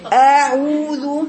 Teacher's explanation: بس هي في نقطة مهمة جدا، لو نزلتي ده أكتر، يعني لو عملتي مسطرة كده بين الاثنين ونزلتي السفلي أكتر، أعوذ بتنزل السفلي أكتر، هيبقى فيه إمالة. لو طلعت الفوق أكتر أعوذ، هيبقى فيه تفخيم. المفروض لو ترسمي مسطرة كده لتحت قد الفوق أعوذ، والفتحة تراعي إنها من جوه زي من برة، تحلق كمان أعوذ بالله من الشيطان الرجيم.